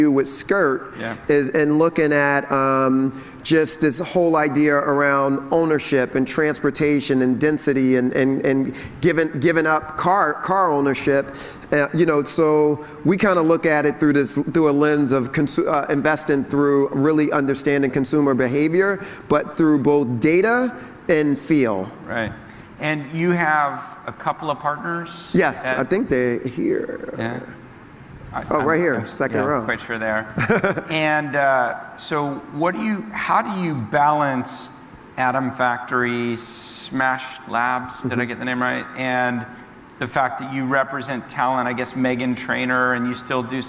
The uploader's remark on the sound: In front of a live audience at Upfront Summit 2016.